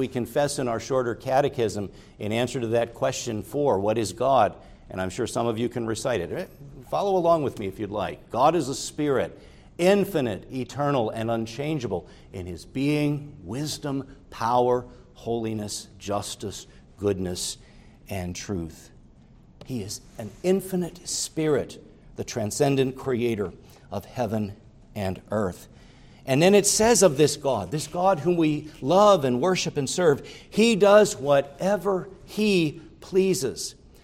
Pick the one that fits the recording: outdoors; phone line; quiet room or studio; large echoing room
large echoing room